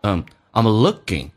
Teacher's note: I'm 不被强调，可以弱化成 a 加个 m 这个发音